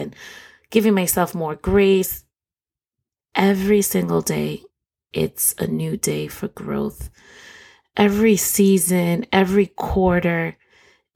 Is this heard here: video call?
no